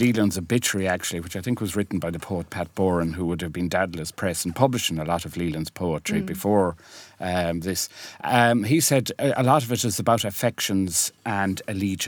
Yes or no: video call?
no